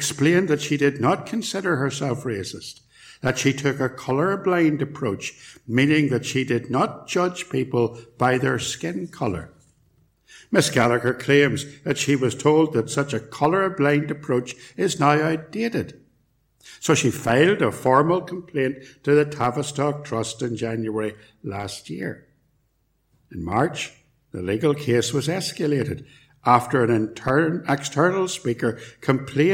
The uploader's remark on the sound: Recorded at Templepatrick Reformed Church